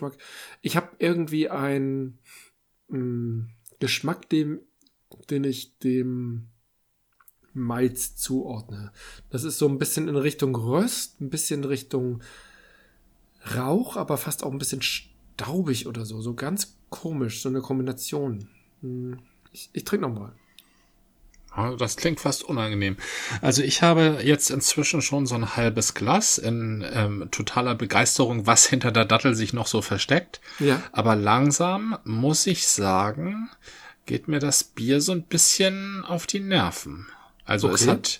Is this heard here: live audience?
no